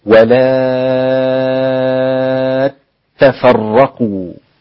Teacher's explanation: يبقى عندي ألف مادية وبعدها حرف مشدد، يبقى استقام معي حكم المد اللازم ست حركات